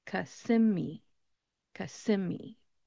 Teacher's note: That middle syllable is the one that you're going to stress